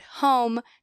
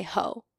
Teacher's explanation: So if a kid is final consonant deleting the word home, they might say ho because they're dropping the m, which is what the word actually ends with · Shown in: second take · Term: final consonant deletion